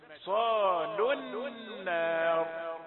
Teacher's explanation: فإذا وقفت تقول صالوا فيها مد، فإذا وصلناها بالنون المشددة حذفنا المد